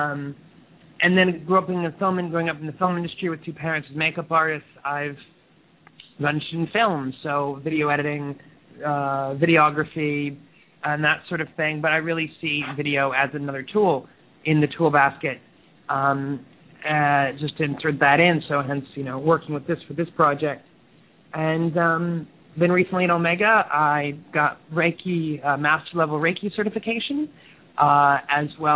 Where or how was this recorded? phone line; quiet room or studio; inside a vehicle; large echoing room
phone line